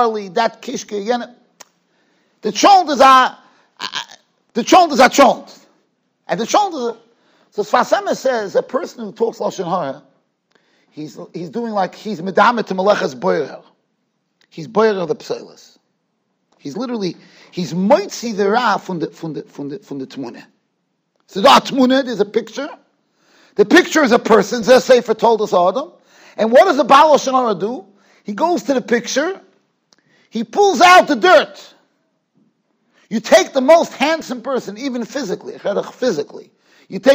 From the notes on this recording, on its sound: Shiur recorded in Yeshivas Ohr Reuven, Monsey, NY.